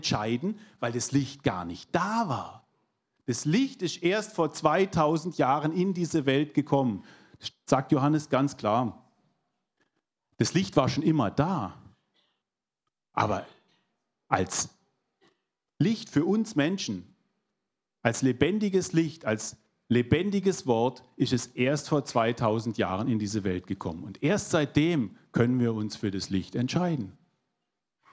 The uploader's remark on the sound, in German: 2022 in der Gemeinde Kaleo Schopfheim aufgenommen.